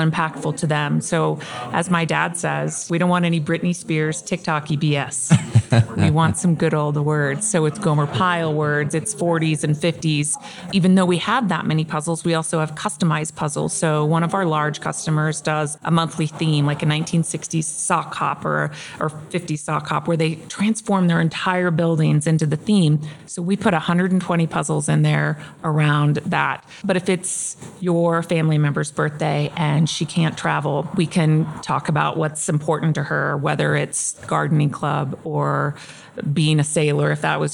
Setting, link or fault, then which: setting, busy venue